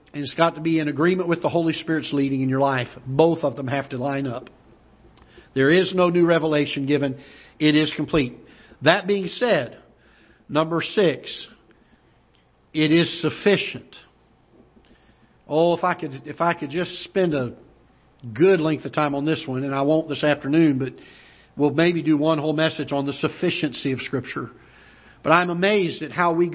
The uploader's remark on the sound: Ketha Heights Baptist Church ~ Live Broadcast